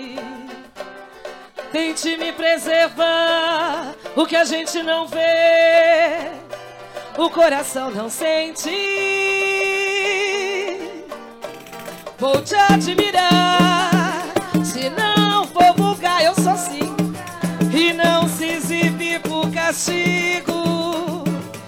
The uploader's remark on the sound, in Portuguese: Foi gravado ao vivo pela Rádio Mixtura dentro da Tenda dos Povos, evento que interagiu juntamente com o Festival Percurso.